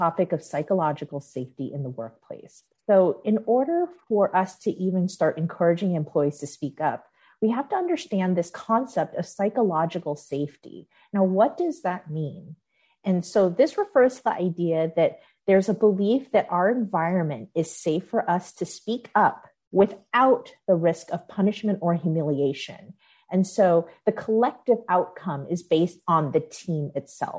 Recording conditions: video call